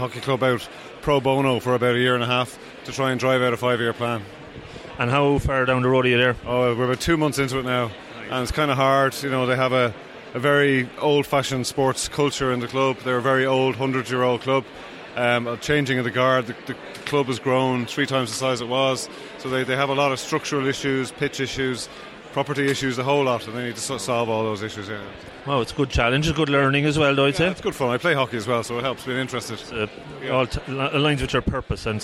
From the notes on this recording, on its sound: I recorded this show during the PMI Ireland National Conference at the Aviva Stadium. This was an action packed conference with a great selection of speakers and over 350 attendees.